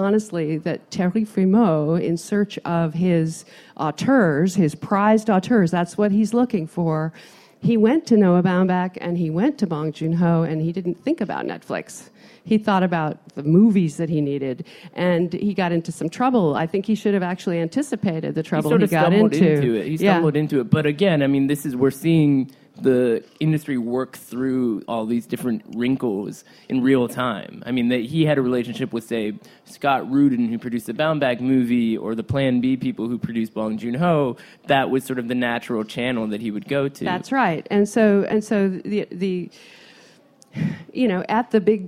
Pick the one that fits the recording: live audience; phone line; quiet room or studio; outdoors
live audience